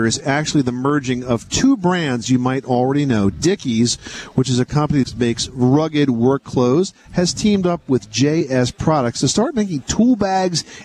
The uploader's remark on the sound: We are coming to you from The National Hardware Show in Las Vegas